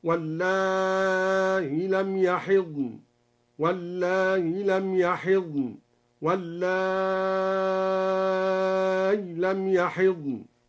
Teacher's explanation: واللائي الموضع الثاني قرأ بحذف الياء وتسهيل الهمزة مع المد والقصر أو الياء الساكنة مع المد